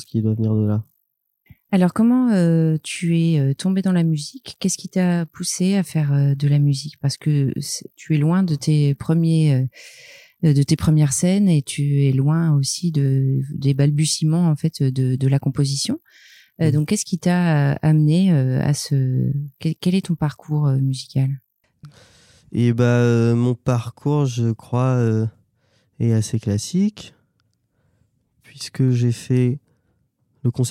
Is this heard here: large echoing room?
no